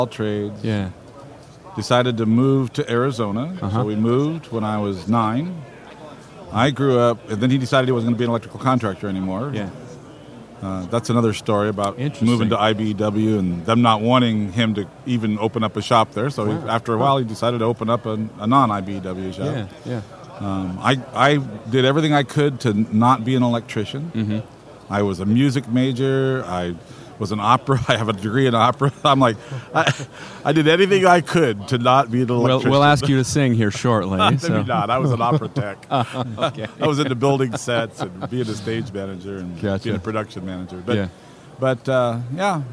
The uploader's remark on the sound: IEC Convention & Expo 2018 Special. This interview was recorded like from the Expo floor live!